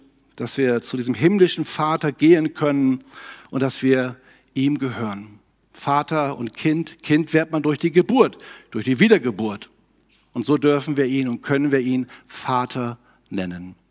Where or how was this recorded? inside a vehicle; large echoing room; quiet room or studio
large echoing room